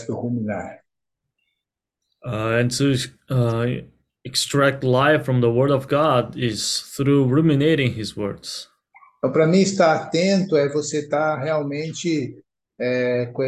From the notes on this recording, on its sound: zoom meeting